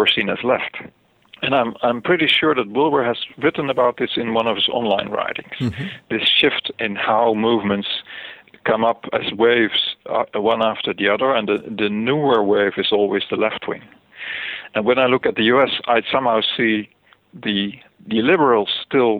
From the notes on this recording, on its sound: spoke by phone